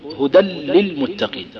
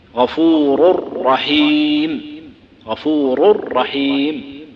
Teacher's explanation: هذا هو الإدغام، تضغم التنوين في اللام وتضغمها في الراء